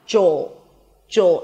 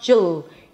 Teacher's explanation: It's a j sound, a schwa, and a dark L. · Shown in: first take · The dark L is created here, jol, ol, ol.